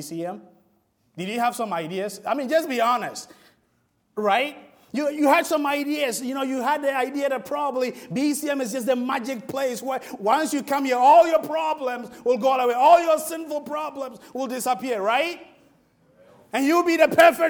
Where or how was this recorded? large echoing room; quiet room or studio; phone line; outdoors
large echoing room